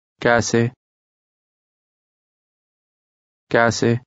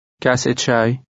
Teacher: Notice the difference when glass is said alone and when it's in combination. In combination, there's a T sound at the end.